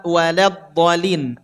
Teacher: Lamnya tipis, bodnya tebal.